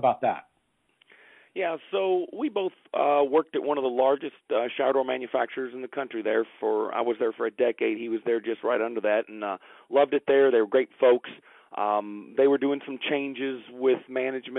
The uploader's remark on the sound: Phone Interview